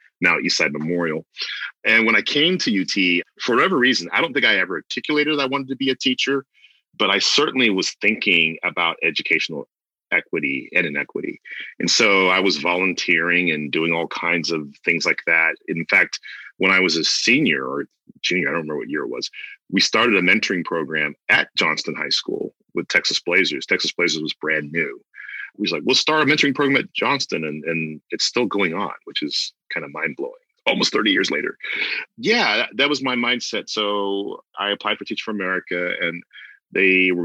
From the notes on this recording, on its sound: This episode was recorded on November 20th, 2020 via Zoom.